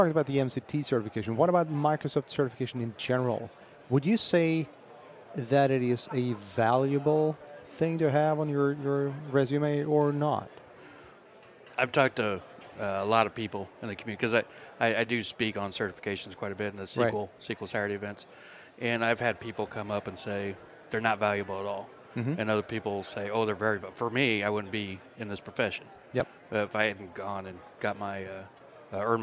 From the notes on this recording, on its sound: recorded at Microsoft Ignite in Orlando